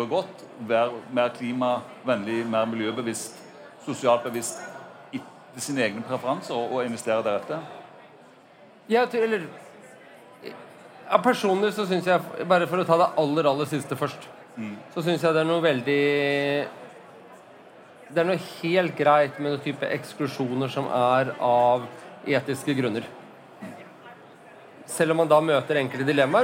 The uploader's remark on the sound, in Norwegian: LIVE på ONS 2022